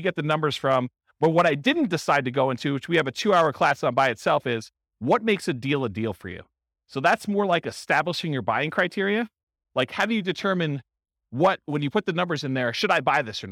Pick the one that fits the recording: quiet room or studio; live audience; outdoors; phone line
live audience